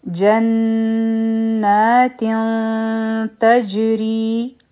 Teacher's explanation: په جیم باندې چونکې سکون دی نو دلته به مونږ قلقلا کوو آواز به واپس راشي